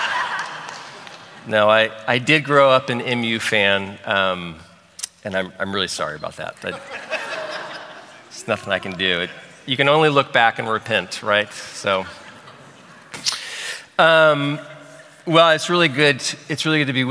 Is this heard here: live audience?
yes